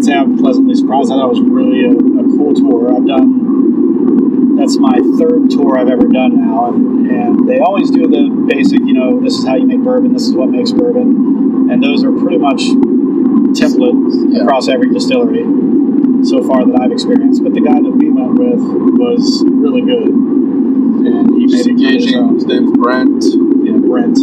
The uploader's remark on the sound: During the ride.